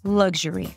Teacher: it shouldn't sound like luxury, luxury with a k and a sh. It's voiced · Term: zh sound · IPA: ˈlʌɡʒəri